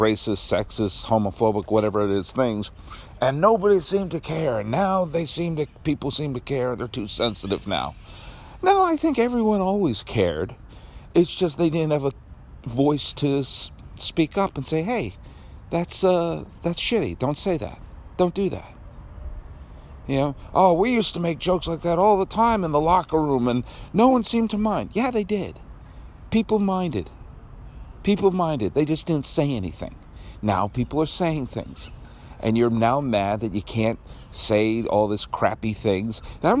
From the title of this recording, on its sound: Outside Dodger Stadium